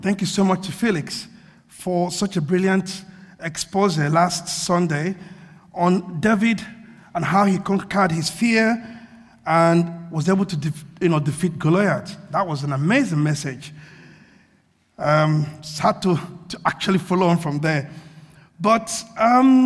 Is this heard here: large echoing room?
yes